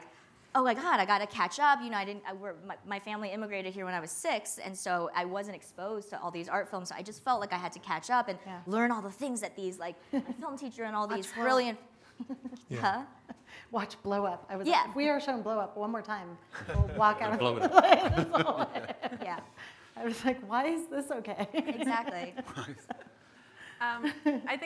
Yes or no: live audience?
yes